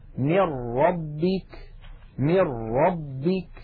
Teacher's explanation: إذن نلاحظ أن عندما نقول من ربك أنه لم يبق من النون شيء، وأن النطق قد صار براء مشددة · Term: الإدغام بلا غنة